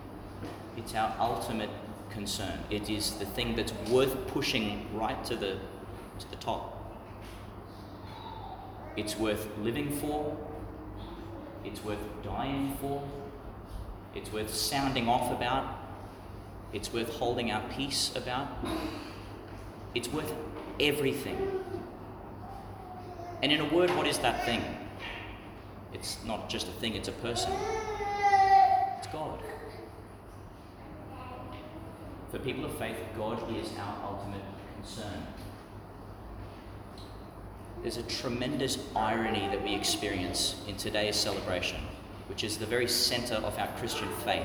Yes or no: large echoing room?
yes